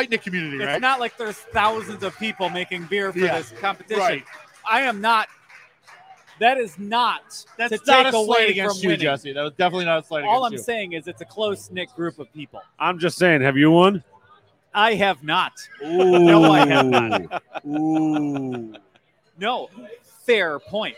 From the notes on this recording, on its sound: We're live at Nickel City BrewZ in Depew/Lancaster for The 2023 Buffalo Beer Geeks Scavenger Hunt Launch Party!